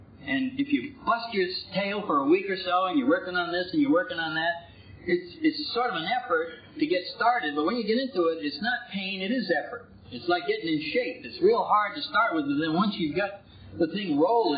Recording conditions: background noise